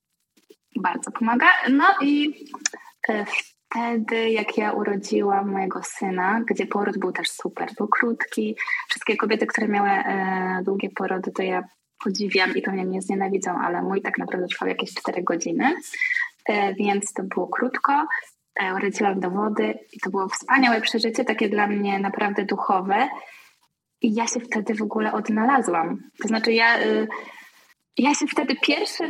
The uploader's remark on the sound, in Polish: Ten odcinek niestety nie zachwyca jakością dźwięku. Zdecydowałam się jednak wypuścić tę rozmowę pomimo jakości nagrania.